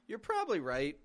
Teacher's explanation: The stress in this phrase is, is more on right. Less on probably, more on right.